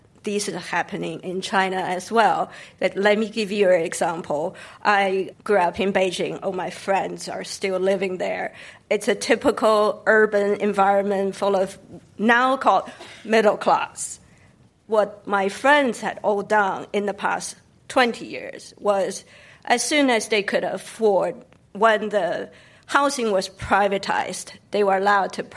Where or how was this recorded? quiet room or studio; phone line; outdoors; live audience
live audience